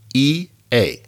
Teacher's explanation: Notice that the A is lower than the E?